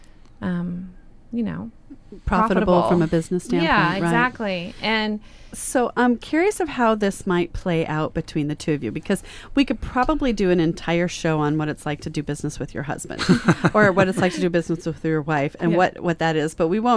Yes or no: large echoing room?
no